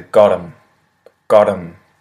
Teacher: And then got them becomes got 'em, got 'em. So you could say the T, you could say it more as a D, it just becomes a got 'em, got 'em.